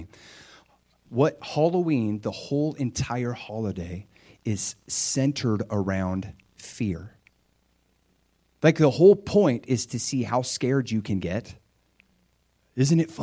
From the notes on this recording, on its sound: This is a practical message I preached at my church